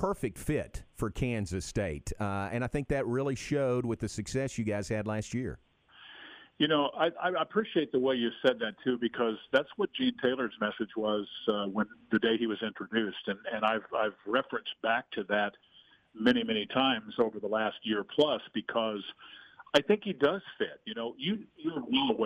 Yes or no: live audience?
no